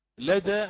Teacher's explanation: لأن هكذا وردت الرواية، هي من المستثنيات، هي من المستثنيات. فنقرأ هنا لدى حتى عند الوقف بالفتح فقط